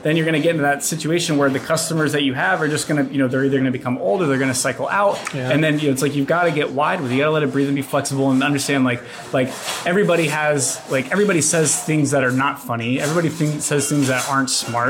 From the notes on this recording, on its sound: This is interview #1 at the Klaviyo:BOS 2019 conference.